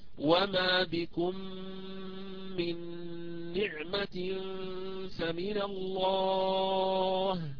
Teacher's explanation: في هذه الحالة سأدغم أي أدخل الميم الساكنة الأولى في الميم الثانية فيصبح عندي ميم واحدة مشددة وأمط غنتها وأطولها